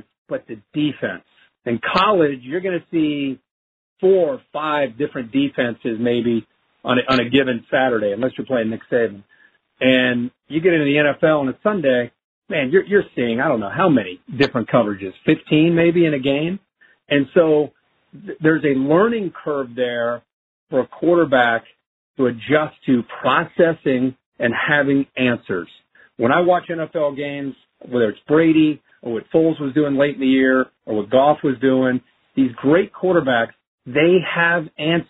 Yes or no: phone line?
yes